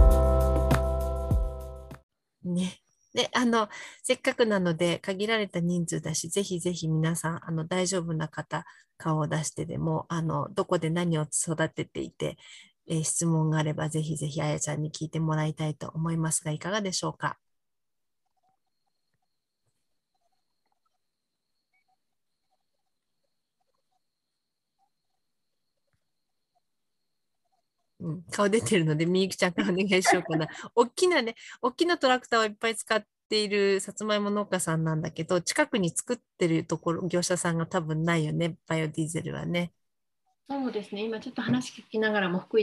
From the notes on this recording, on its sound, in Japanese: 勉強会音声。オンラインで開催している「月イチ勉強会」の音声を特別配信！